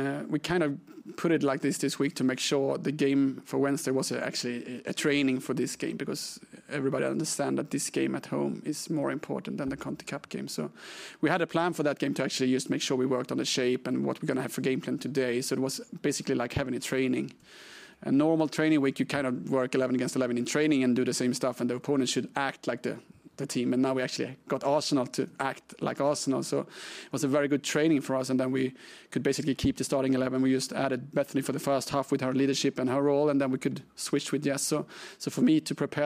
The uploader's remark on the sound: PRESSS CONFERENCE